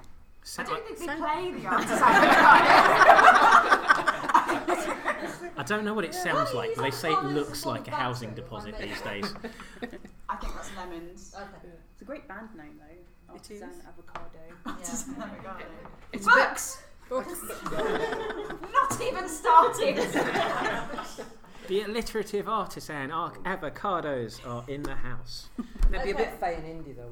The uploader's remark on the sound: Live at Edge Lit 2018